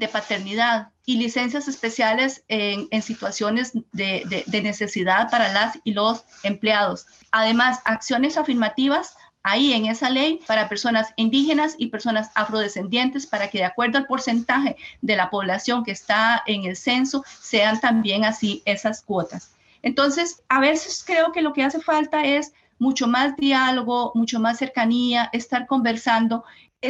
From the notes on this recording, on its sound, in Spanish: grabado durante el taller virtual